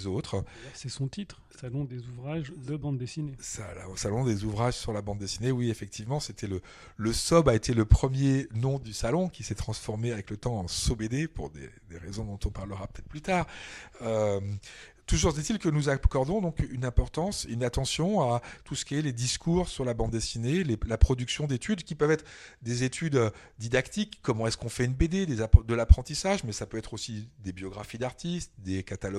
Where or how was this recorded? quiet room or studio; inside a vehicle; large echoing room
quiet room or studio